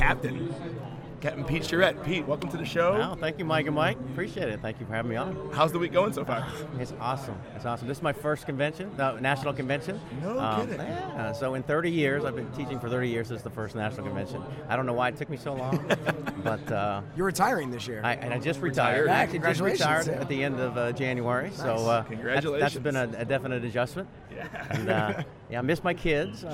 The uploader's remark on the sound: Live from SHAPE Nashville Day 2!